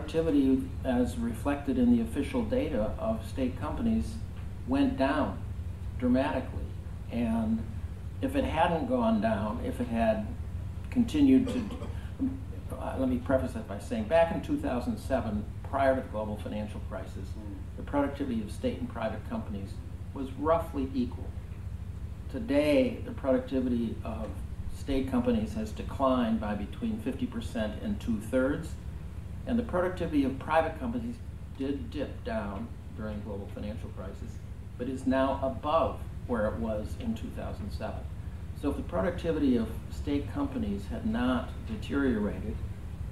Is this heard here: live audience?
yes